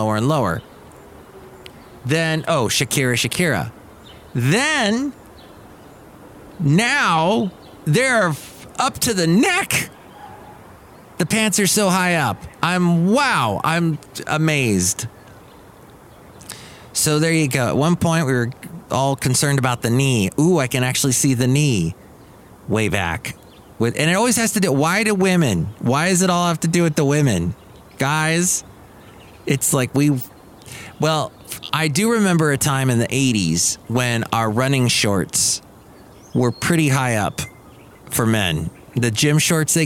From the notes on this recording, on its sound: Podcasts live from Cafe Anyway.